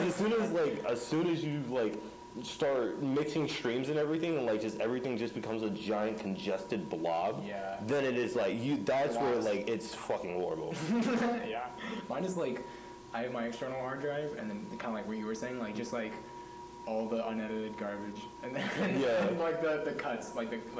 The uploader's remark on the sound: Sorry for the audio issues